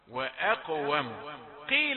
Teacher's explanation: تيجي القاف ساكنة مقلقلة وأقوم قيل القاف اللي بعدها على طول مكسورة